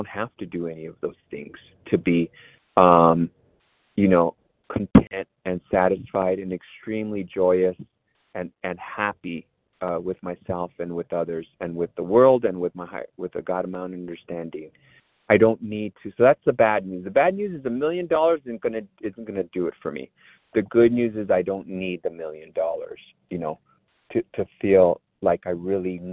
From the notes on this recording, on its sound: 100 Pounders Phone Meeting